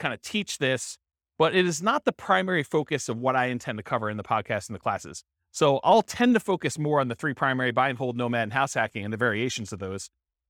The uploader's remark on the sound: This was a live class recorded